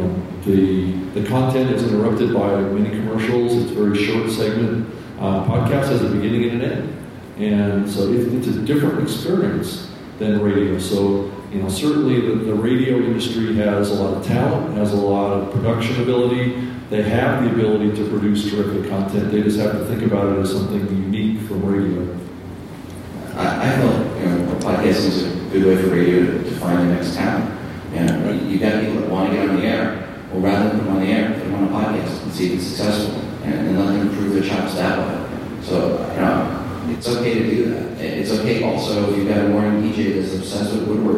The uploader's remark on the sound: We apologize for the bad audio quality but we did not have a direct connection to the sound board. This was recorded at NAB 2019 at the podcast panel, Trusted voices of podcasting.